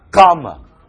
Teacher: 那 gamma 的时候，你这个舌头跟喉咙呢都产生摩擦